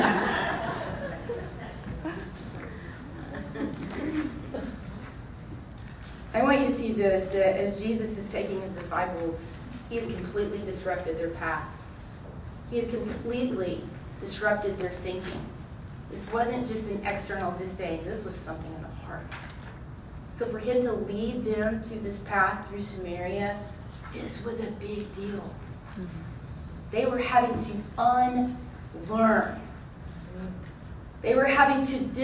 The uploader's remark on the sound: This episode was recorded at this year's Thrive Collective.